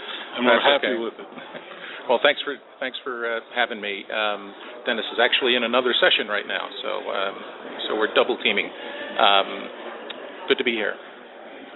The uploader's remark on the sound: Live From The SMB Cloud Expo